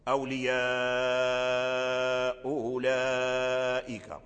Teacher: الهمزة الأولى محققة أولياء، والهمزة الثانية مسهلة، أي همزة أولئك. أولياء أولئك، هذا في حال الوصل. · Term: التسهيل